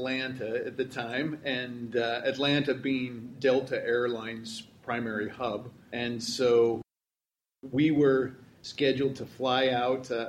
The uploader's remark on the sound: This episode was recorded live on site at the Mob Programming conference 2018 in Boston, MA